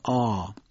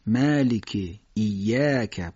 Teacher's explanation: پس در حد نازک ادا میشن، از اون الف فارسی هم نازکتر ادا میشن، چون الف فارسی رو ما شبیه در حد به شکل الف ساده ادا میکنیم، میگیم آ، اما در الف های عربی باید فتحه رو ما بکشیم · Shown in: second take · باید بگیم ا، مالکی، ایاک، باید فتحه رو بکشیم، به این ترتیب ادا میشن.